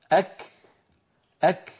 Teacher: لذلك يعني من لا يعلم حقيقة هذا الأمر وأن الشدة والهمس ليستا في زمن واحد، إذ يستحيل ذلك، يستحيل أن ينطق الإنسان الكافة محبوسة الصوت جارية النفس في زمن واحد، وظاهر الكلام تناقض. العرب كانت تنطق الكافة في أول نطقها محبوسة الصوت، ثم يفرجون عنها يعني يباعدون طرفي المخرج، فيتدفق شيء من الهواء الذي كان محبوسا خلف المخرج